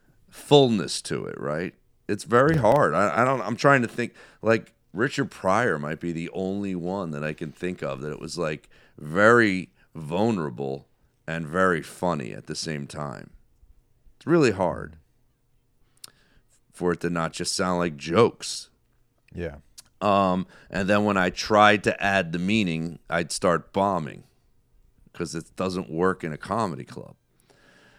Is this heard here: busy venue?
no